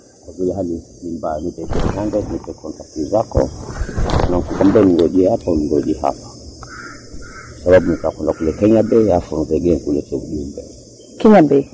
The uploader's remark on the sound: This episode was recorded under challenging circumstances, our team has put efforts to ensure the audio is audible, earphones are advised.